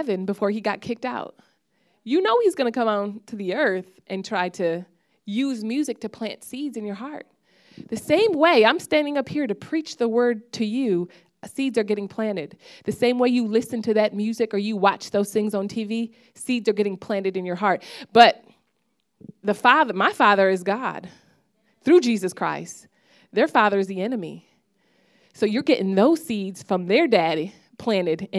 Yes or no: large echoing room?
yes